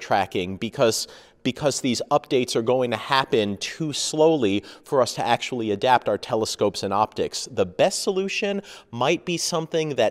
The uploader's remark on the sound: This week's questions show was recorded at the 235th Meeting of the American Astronomical Society in Honolulu, Hawaii. I was lucky enough to have 3,500 astronomers, space scientists and others to talk with.